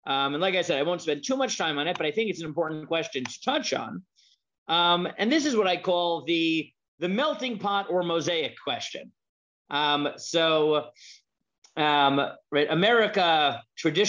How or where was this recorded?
video call